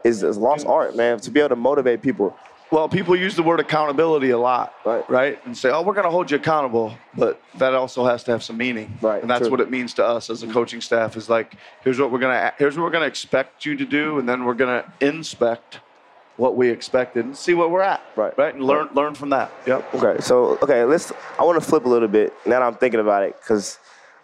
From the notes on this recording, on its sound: LIVE from NBACon at Summer League